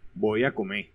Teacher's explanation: su acento bien diferenciado y su supresión de la R en el uso de los verbos en infinitivo